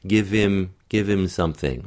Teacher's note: on a word like him and he, we often drop that H.